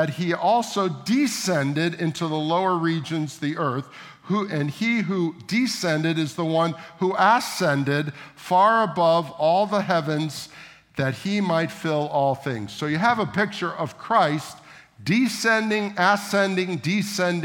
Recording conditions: large echoing room